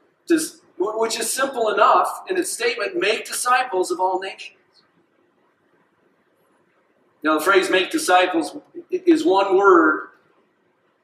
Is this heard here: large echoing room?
yes